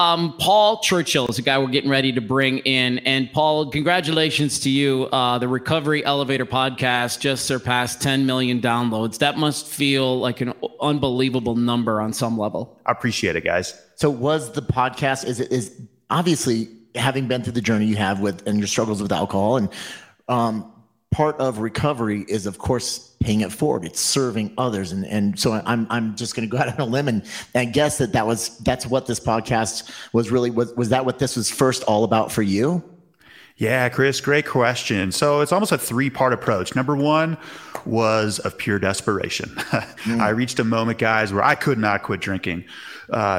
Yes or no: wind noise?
no